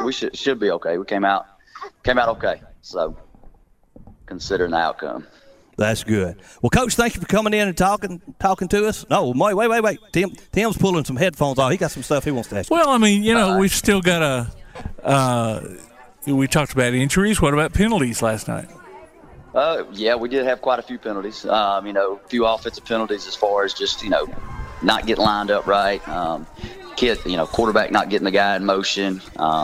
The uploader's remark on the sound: Live at Athens Stadium